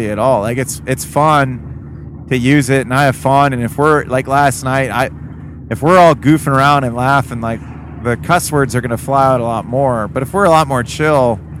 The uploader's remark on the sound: CarPod. While we are driving from Columbus to Detroit.